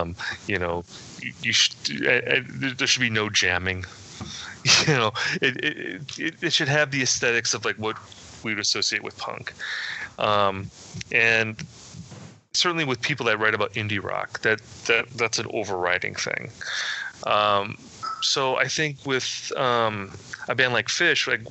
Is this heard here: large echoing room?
no